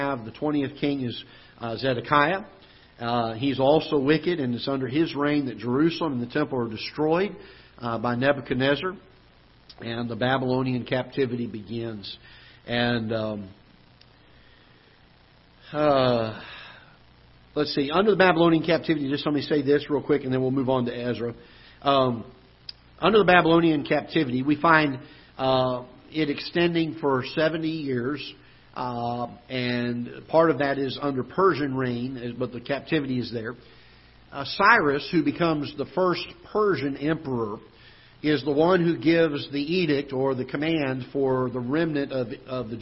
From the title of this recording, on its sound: Ketha Heights Baptist Church ~ Live Broadcast